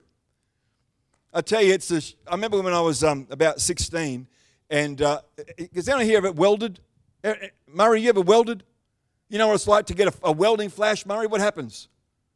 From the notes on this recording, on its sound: The live stream of Destiny Church Atherton